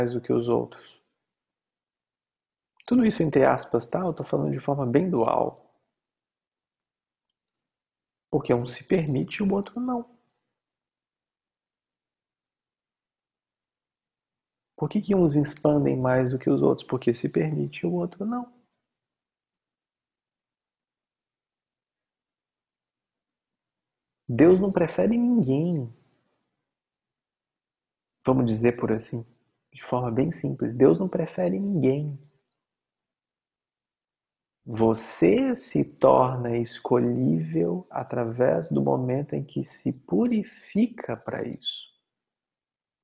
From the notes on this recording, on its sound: Online via Zoom.